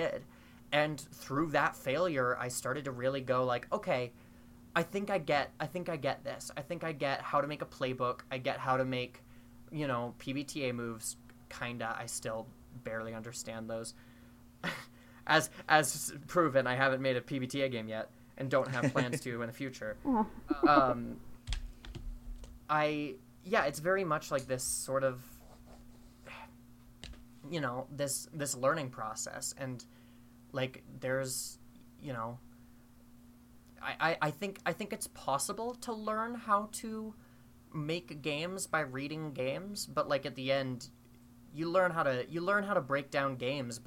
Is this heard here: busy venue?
no